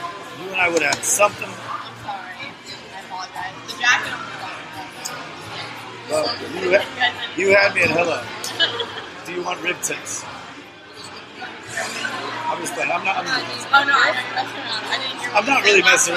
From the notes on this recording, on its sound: Live at the Old Crow in Hunting Beach